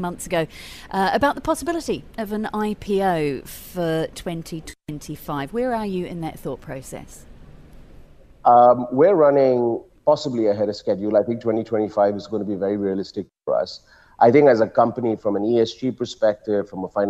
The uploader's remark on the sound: We’re on the road again this week - broadcasting LIVE from the Abu Dhabi Finance Week.